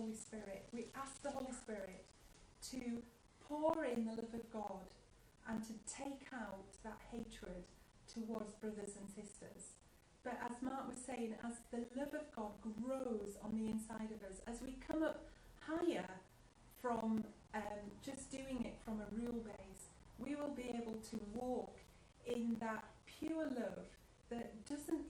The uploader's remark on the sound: house church live feed